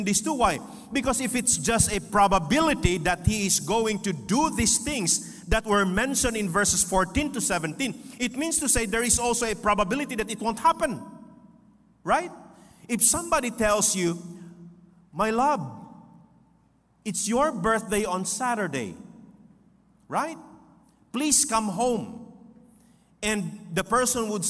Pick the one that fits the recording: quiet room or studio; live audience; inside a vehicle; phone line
live audience